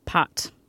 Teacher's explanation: You should have felt a little puff of air.